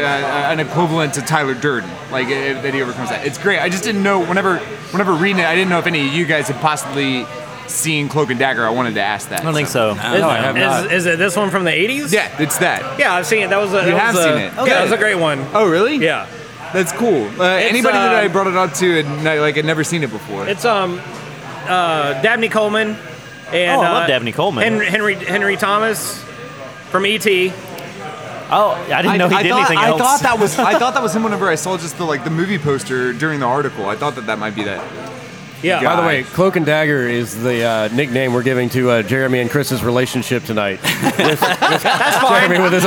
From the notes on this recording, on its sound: Recorded at Rocky Mtn Pizza in Atlanta, GA.